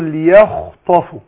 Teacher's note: أنا برقق الياء وبعدين الخاء تبقى إيه مفخمة، أو ليخ مش يخ، لا الياء مرقق يخط.